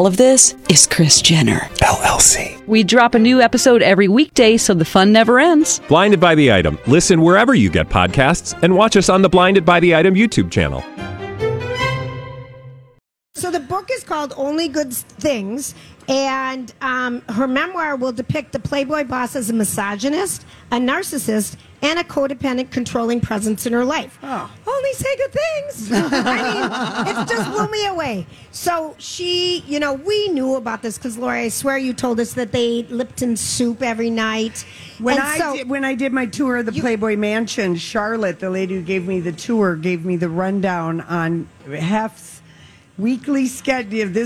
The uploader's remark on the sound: LIVE from the Minnesota State Fair